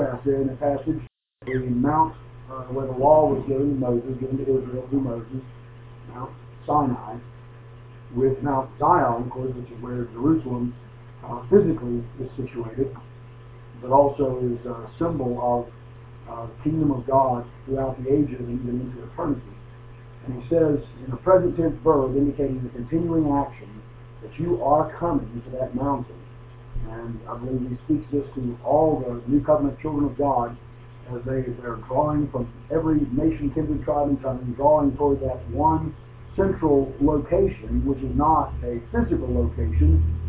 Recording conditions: poor sound quality